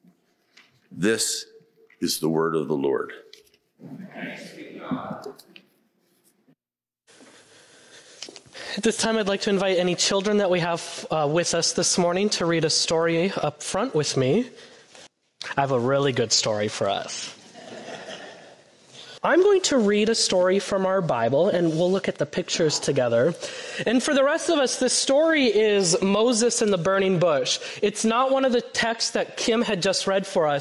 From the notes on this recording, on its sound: Preached on Sunday, February 11, 2024 at First Presbyterian Church of Allentown. A special song performed by our Faith Formation children.